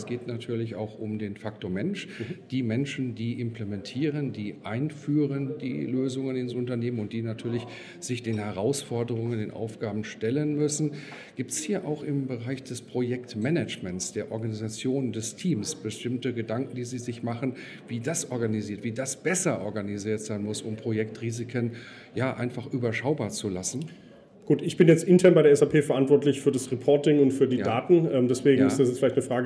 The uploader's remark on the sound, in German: im Interview auf dem Congress der Controller 2019